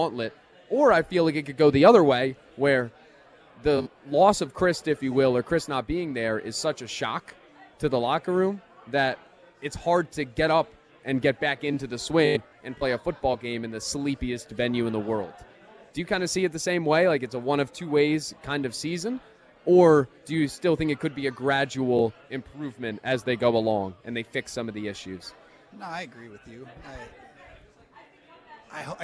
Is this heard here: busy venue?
yes